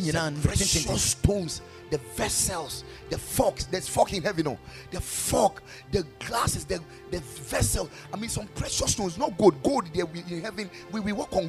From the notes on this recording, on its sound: Preached at Ekklesia Chapel